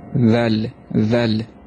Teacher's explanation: как буква З, но кончик языка опять ставим между зубами. И произносится буква ЗАЛЬ, ЗАЛЬ.